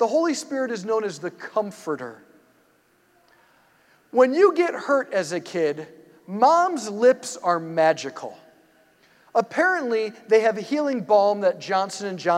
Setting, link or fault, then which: setting, large echoing room